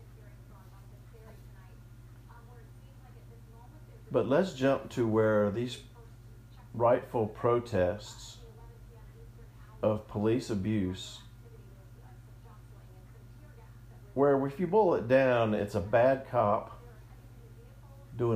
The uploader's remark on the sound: audio difference from voice to music, sorry